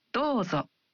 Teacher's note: When you say dozo, you say o and the vowel in do one beat longer.